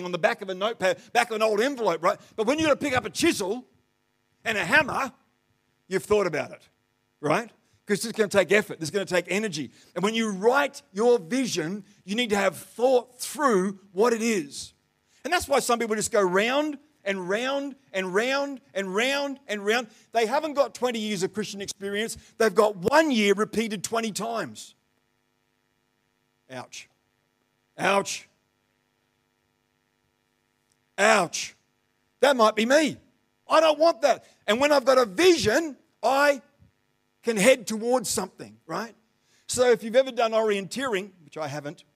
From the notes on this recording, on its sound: The live stream of Destiny Church Atherton